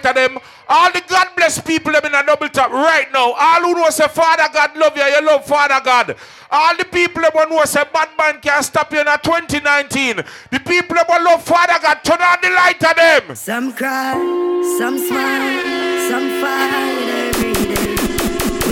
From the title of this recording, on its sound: Doubletap Sundays 12/30/18 (LIVE AUDIO)